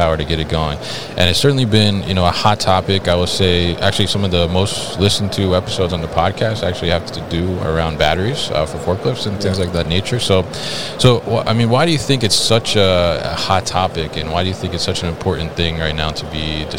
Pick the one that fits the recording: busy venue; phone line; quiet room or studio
busy venue